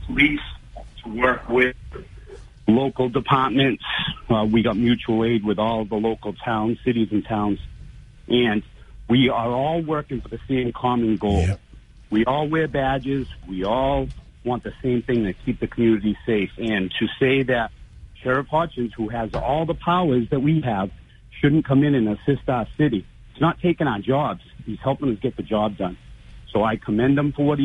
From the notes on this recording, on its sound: take more calls from the audience